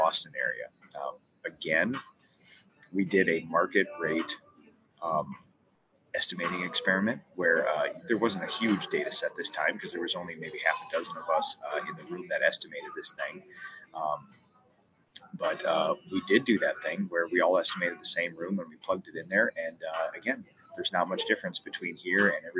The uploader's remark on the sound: Live from the Boston Airport!